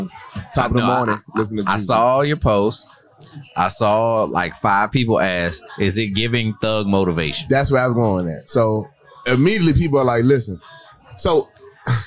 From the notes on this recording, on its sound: We're coming to you live from the vibrant Oasiz Bar and Grill in Hyattsville, MD! Live on location Oasiz Bar & Grill.